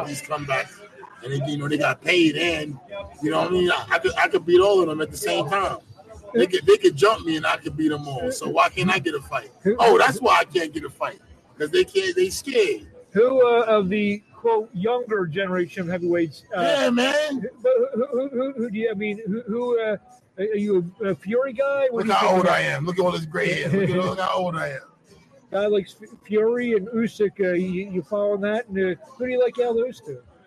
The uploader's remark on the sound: LIVE FROM ATLANTIC CITY BOXING HALL OF FAME